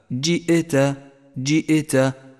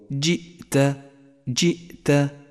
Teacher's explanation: ولاحظ أن حرف الهمزة ليس من حروف القلقلة فإياك أن تضيف عليه صفة القلقلة · Shown in: second take